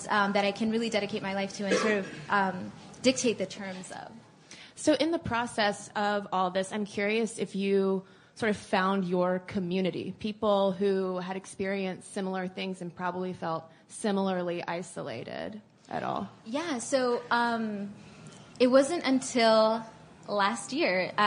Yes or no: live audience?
yes